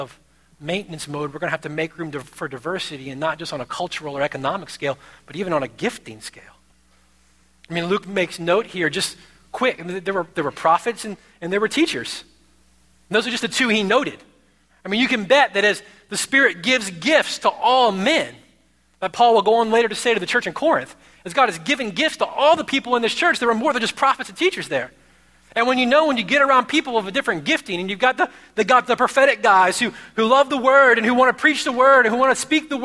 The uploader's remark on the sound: at Redemption Hill Church on Sunday, March 20th, 2011.